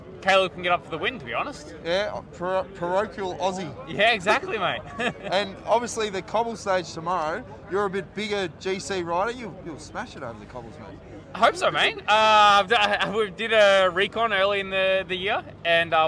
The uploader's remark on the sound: Live from stage 5 at the Tour de France!